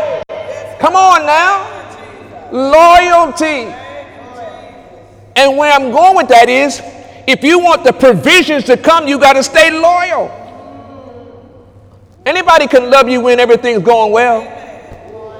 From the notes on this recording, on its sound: During Sunday morning service on June 24, 2018